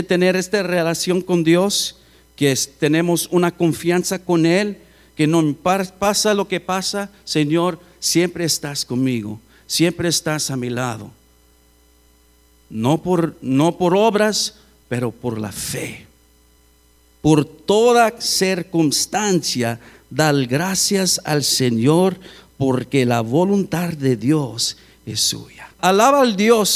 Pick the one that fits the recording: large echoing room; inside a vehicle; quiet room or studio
large echoing room